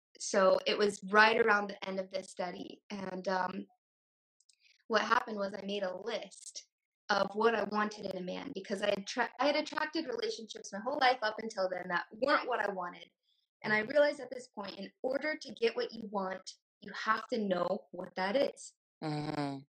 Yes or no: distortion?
yes